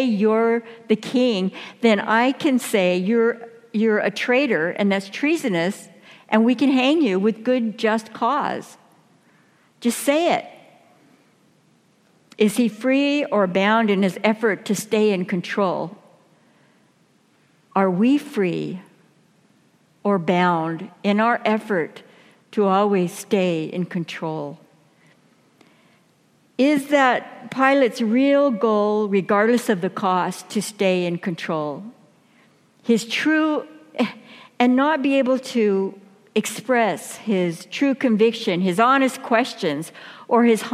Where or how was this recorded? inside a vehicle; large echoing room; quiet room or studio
large echoing room